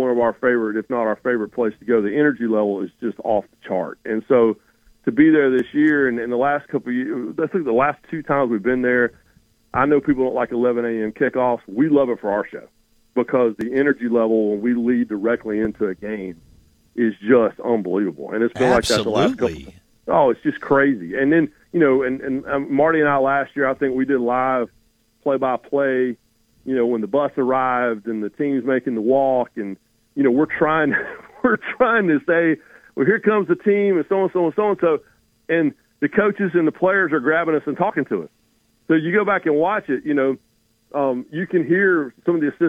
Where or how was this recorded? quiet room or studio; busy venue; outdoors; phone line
phone line